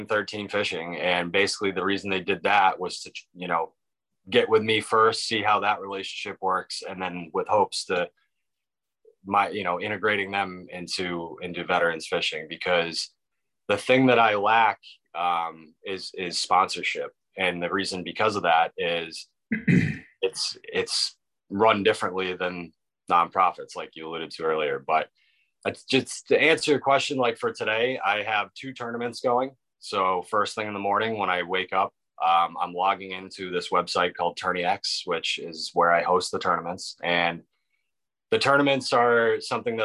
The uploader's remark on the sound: This week we connected via Zoom